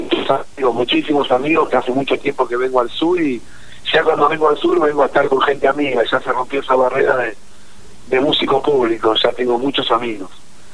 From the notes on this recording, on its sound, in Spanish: Entrevista telefonica